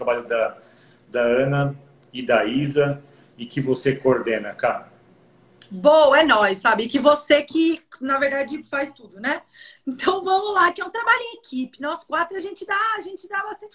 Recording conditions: video call